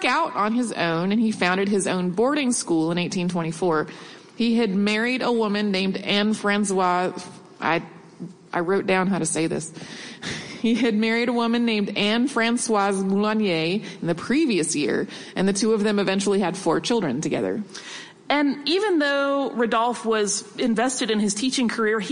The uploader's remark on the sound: SYMHC Live at NYCC